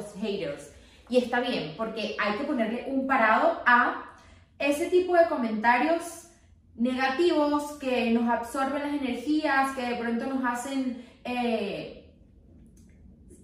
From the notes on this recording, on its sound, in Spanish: Perdonenme el microfono no se conecto al telefono y todo fue un desastre